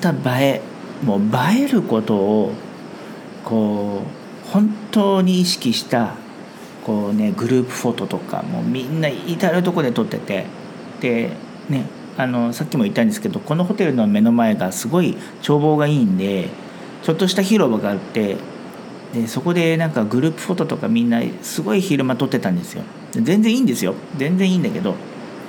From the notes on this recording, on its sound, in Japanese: 台湾最南部のリゾート地 墾丁に休暇で訪れました。雑音のように聞こえる音は波の音なんです。